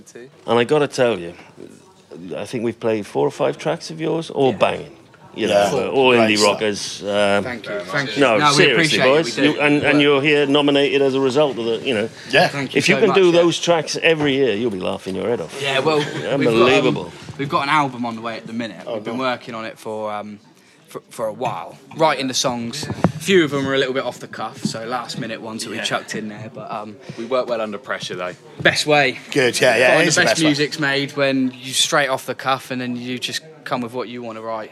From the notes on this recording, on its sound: Live from The Bedford. A live special as the podcast is recorded at the 7th Annual Radio Wigwam Awards at The Bedford!